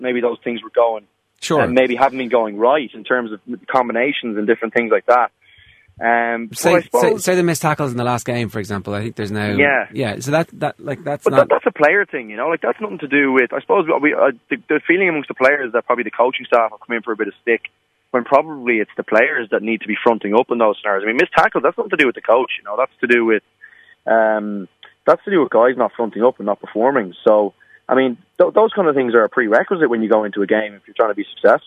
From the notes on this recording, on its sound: on the phone this week